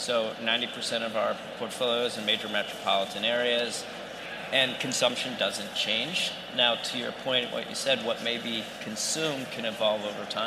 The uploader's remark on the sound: on the set of FreightWaves LIVE in Chicago